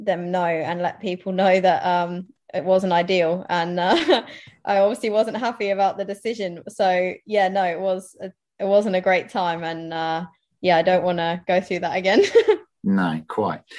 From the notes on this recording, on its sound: We have a normal intro and outro where I jog around Epping Forest but the main body of this podcast is a zoom chat. The media aficionados among you may find the continuity link from jogging to zoom to jogging again troublingly rustic.